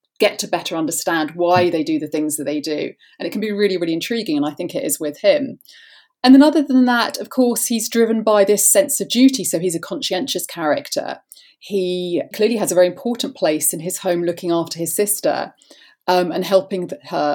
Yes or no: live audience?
no